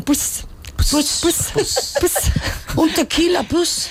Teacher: lo que hacen es suprimen las vocales, pronuncian todas las eses